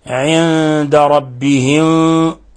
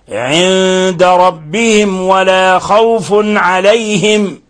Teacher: الميم الساكنة جاء بعدها الواو، أيضا هنا الحكم التجويدي إظهار شفوي، بل هو من أشد حالات الإظهار، لأن الميم إذا جاء بعدها الواو أو جاء بعدها الفاء فيتحرز ويبالغ في إظهارها لئلا تخفى · Shown in: second take · لأن لقرب المخرج.